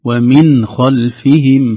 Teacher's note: فإن أعرضوا فقل أنذرتكم صاعقة مثل صاعقة عاد وثمود إذ جاءتهم الرسل من بين أيديهم ومن خلفهم بدون غناء بدون غناء، أما تجعل عليها علامة السكون هكذا إظهار بدون ومن خلفهم هكذا ومن خلفهم أوضح خلي النون ظاهرة تماما